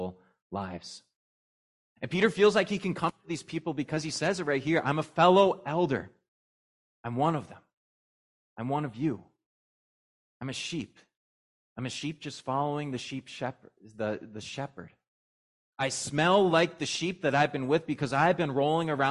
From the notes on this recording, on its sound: was preached at Grace of God Lutheran on Trinity Sunday, June 4, 2023